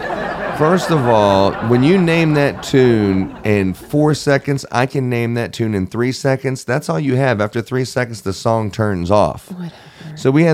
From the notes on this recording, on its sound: Were invited to Las Vegas to attend CLIPA Con 23 as our radio station. It was our first time having a booth and recording the show LIVE.